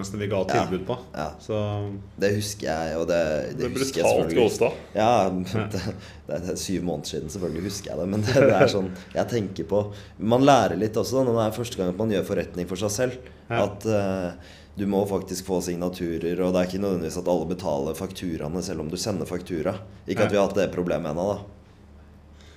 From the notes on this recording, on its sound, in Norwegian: er vi live på Sikkerhetsfestivalen i Lillehammer